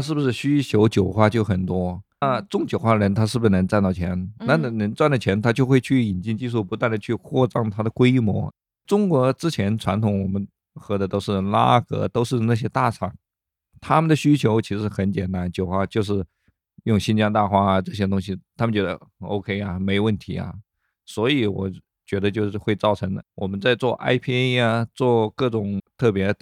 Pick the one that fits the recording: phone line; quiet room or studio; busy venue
quiet room or studio